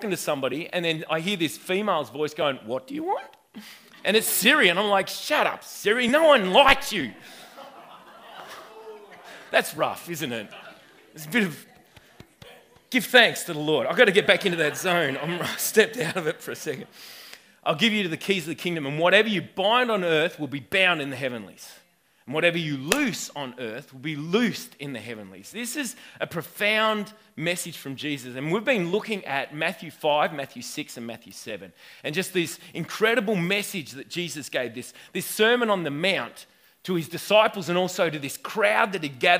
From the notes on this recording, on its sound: This message was recorded at River Edge Church on 29/09/2019 at the 9am gathering.